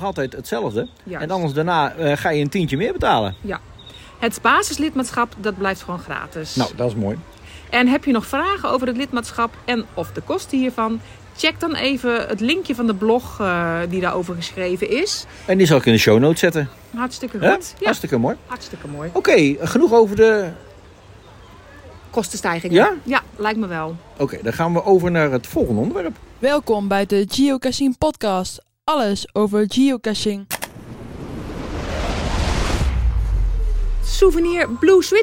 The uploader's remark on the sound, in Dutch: Live Vanuit De Efteling